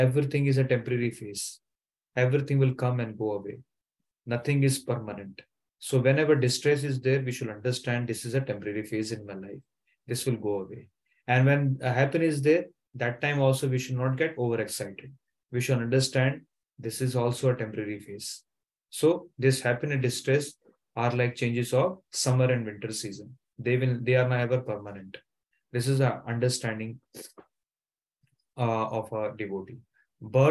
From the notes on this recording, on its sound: Zoom recorded class